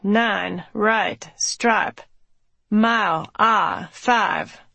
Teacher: his diphthongs sliding off into long, slow, single monophthong vowels